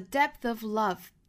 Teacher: 这个 s 是没有发出来的那尤其是快速语流之中呢这个 s 这个 s 的发音就省却了因为前面的伸出舌头来这个 th 和后面的这个 s 是属于两个发音口